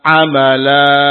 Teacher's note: Amala. Lanya ditahan dua harokat. · Term: mat iwab